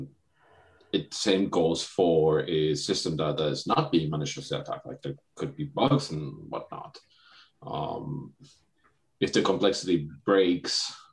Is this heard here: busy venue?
no